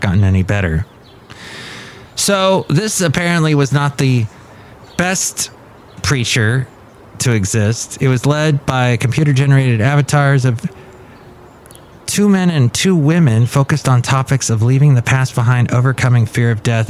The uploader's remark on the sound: Podcasts live from Café Anyway.